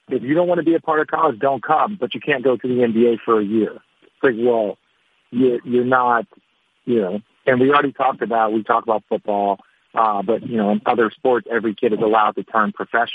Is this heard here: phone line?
yes